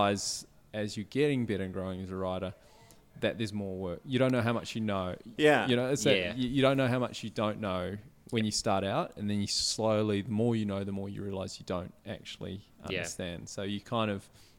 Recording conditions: busy venue